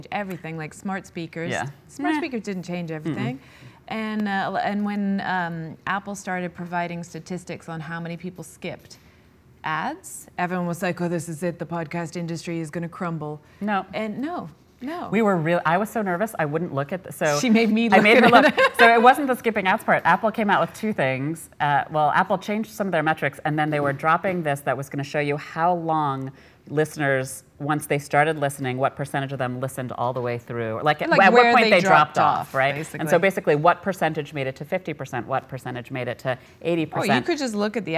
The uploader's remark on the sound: At a live event with us